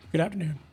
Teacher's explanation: a little bit of vocal fry on you there